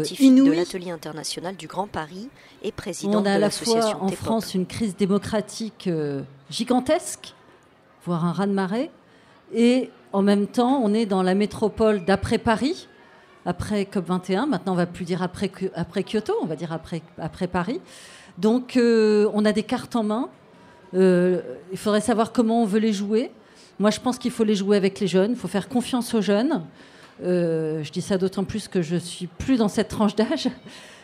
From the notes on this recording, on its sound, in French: Une émission débat enregistrée à la Grande Halle de la Villette, dimanche 13 décembre 2015, lors du Festival Freestyle